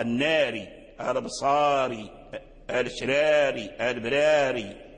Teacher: سبب الإمالة يعني الألف هو كسرة الراء